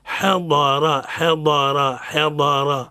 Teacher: الحاء مرقق والضاد مفخم والراء مفخمة